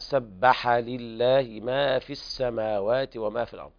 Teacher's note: وكذلك صفة الصفير في السين والبحة في الحاء · حرف المد محذوف لالتقاء الساكنين. كلمة ما في السماوات إذا وقفنا نقول ما في، يثبت حرف المد عند الوقف، وعند الوصل صار اللام الشمسية التقت بعد قبلها الياء المدية، وكلاهما ساكن فحذف الحذف حرف المد لالتقاء الساكنين لفظا لا خطا، يعني حال نطق فقط.